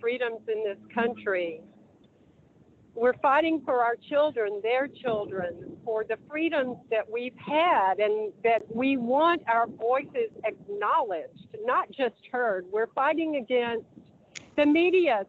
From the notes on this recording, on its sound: Traveled on a bus up from Florida to join the event. Live from the bus.